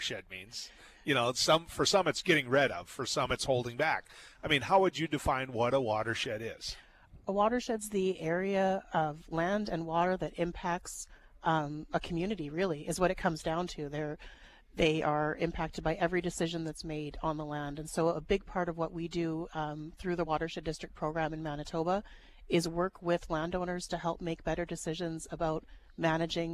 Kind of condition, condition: setting, busy venue